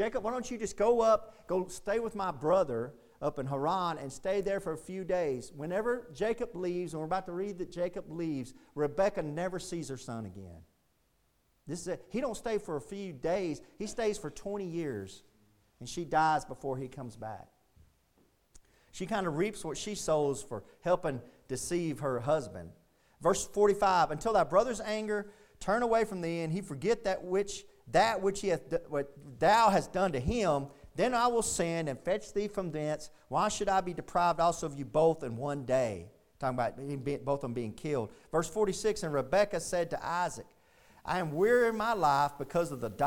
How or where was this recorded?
large echoing room